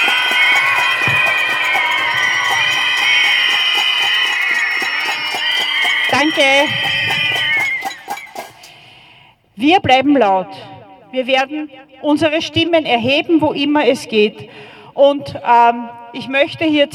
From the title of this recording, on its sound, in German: O-Ton] Schreitag gegen Femizide am 1. März 2024 in Wien